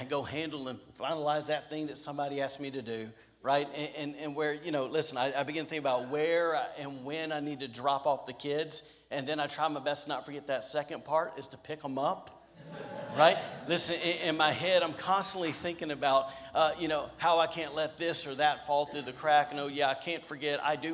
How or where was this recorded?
large echoing room